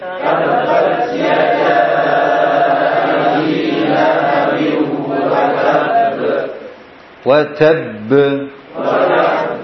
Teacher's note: Pada huruf yang bertasydid sesungguhnya qalqalah hanya terjadi pada huruf yang kedua.